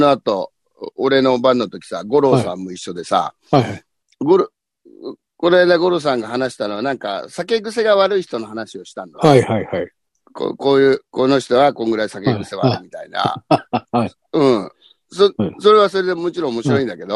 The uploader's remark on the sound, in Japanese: ZOOMより配信～。